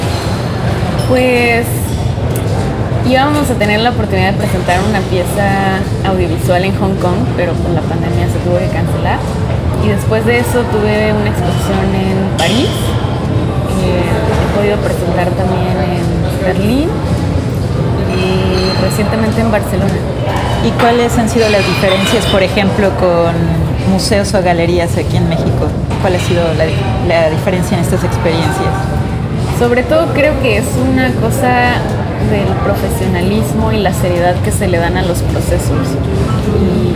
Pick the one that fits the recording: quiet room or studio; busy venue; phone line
busy venue